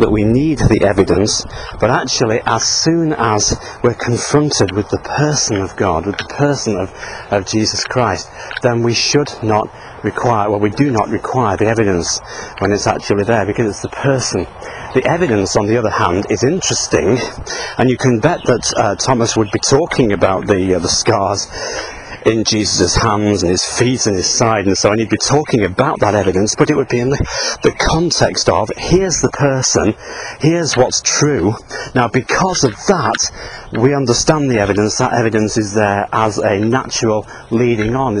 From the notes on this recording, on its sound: while out walking his dog